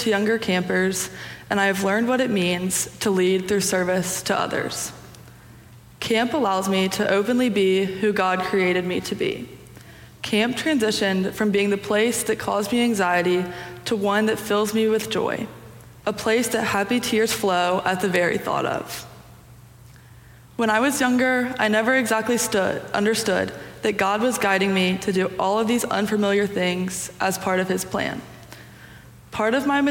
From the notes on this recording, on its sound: Preached on Youth Sunday (February 19, 2023) for our Sanctuary Worship Service.